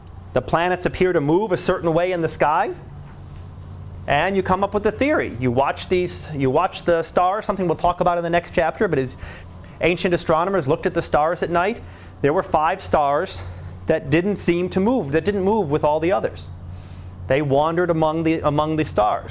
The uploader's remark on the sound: Live Class Lecture